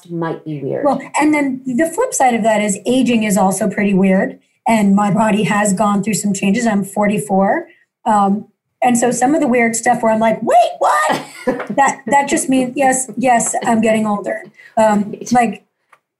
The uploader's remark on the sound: joins me via Zoom.Us